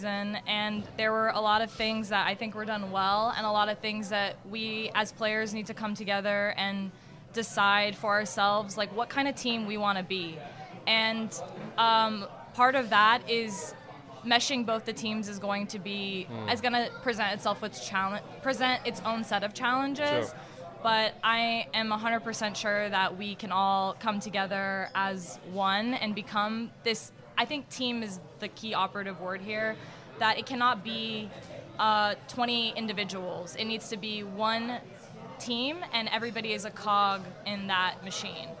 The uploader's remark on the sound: Live from Ivy Park Sports Bar and Grill